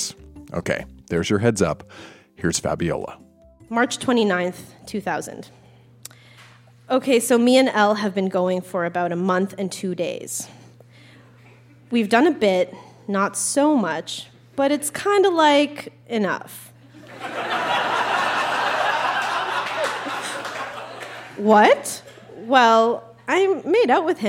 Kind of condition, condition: setting, live audience